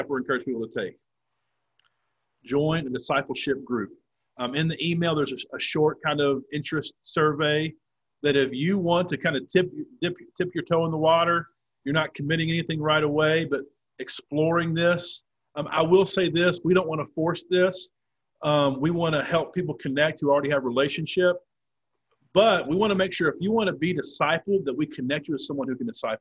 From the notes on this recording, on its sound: In this session on Zoom